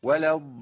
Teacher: اللام اللي عليها شده دي لام ساكنه وبعديها لام ايه متحركه. لازم اظهر الاثنين.